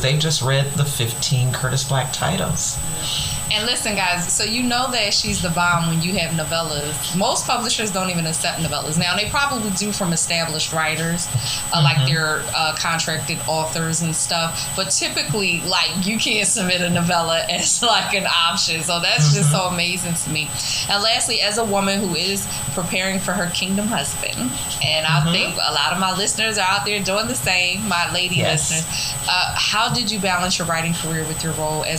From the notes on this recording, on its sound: I apologize in advance for the shrill noise in the background. We believe it was interference in one of our headsets.